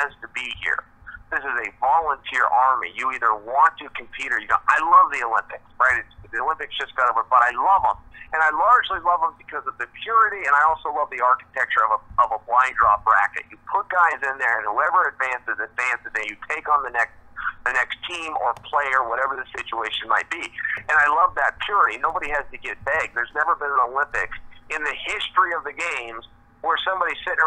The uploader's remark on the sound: Introductory Conference Call